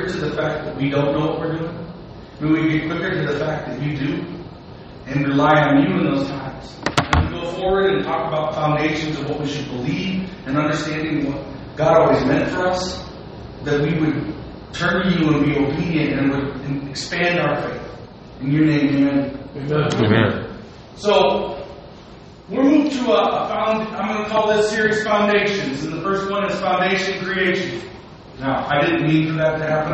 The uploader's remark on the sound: Today's recording was not planned so please forgive the audio!